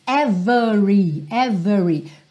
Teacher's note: Every, sem o E do meio ser pronunciado